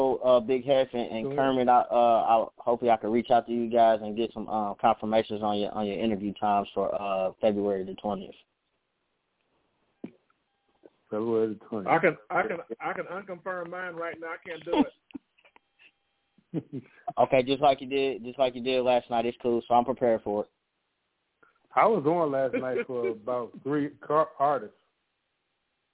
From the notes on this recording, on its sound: The Nerve DJs Bi-Weekly Conference Call